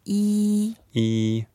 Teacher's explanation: E is the first tone. Okay, so it's the flat one.